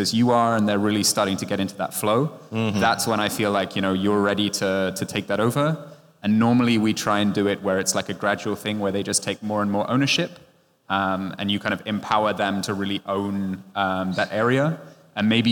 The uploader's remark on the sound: This episode of the Mobile Growth Nightmares podcast was recorded live at the 2023 ASO Conference in Berlin.